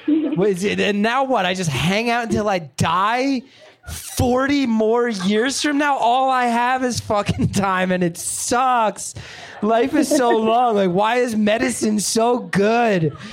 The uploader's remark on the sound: Live from Pittsburgh